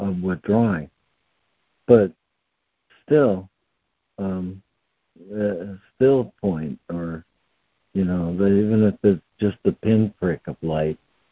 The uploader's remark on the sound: ACIM Daily Conference Call.